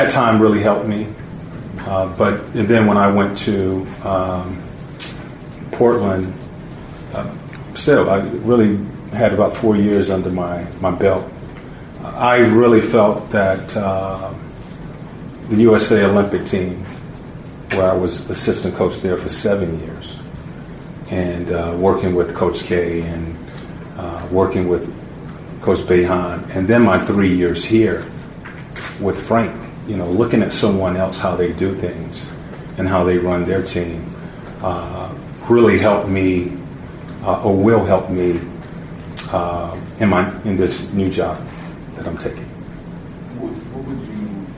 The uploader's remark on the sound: Was introduced as the Indiana Pacers’ 15th head coach in franchise history at a press conference on Monday afternoon.